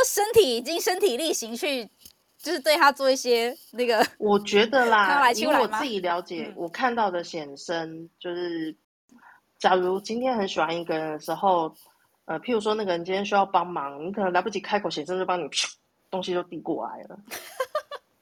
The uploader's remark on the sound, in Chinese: 此音檔是由club house直播中錄製的。故音質無法與專業麥克風及錄音室錄製比較。